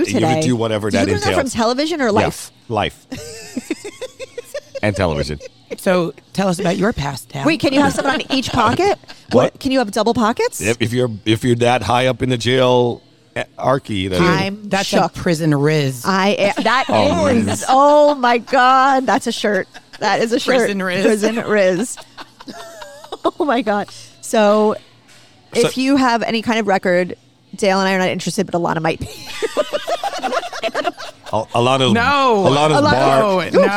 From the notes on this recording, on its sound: Recorded at Pizza District